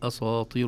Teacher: دائما السين إذا جاءت مع الطاء في نفس الكلمة يسطون بالذين يتنون عليهم مثلا، نحتاط لها ونأخذ حذرنا لئلا تفخم السين تبعا للطاء، فنقول أساطير، نقول أساطير.